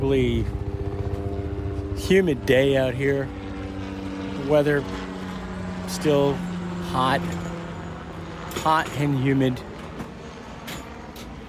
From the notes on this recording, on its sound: Recorded July 4th on my stoop as people streamed up the block in an attempt to see Macy’s fireworks. A recording of an old phone call.